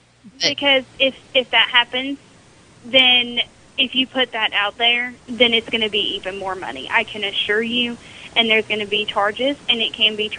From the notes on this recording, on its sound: Prank Phone Calls